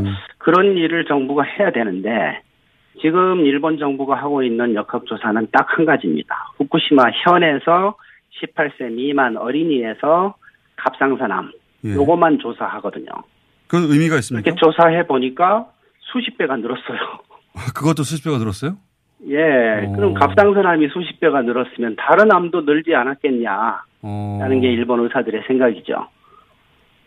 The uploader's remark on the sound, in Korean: 전화연결